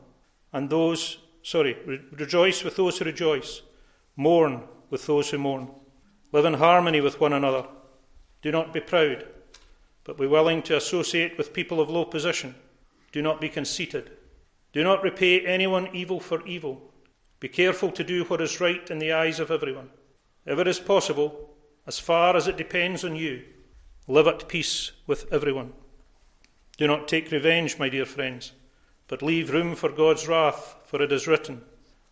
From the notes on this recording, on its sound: recorded at North Harris Free Church on Sunday morning 27th March 2022